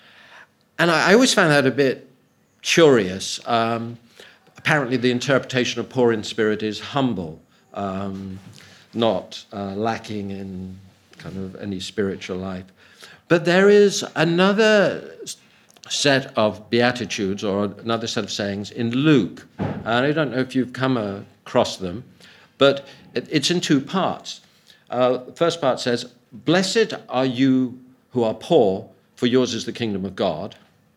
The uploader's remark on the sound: Audio from a sermon in Hatch End